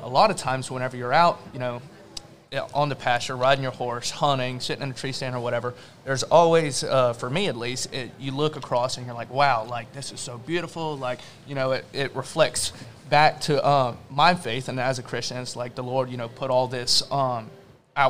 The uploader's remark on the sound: The guys hit the road and take on the Southern Sunshine BBQ & Music Festival put on by the KT Foundation.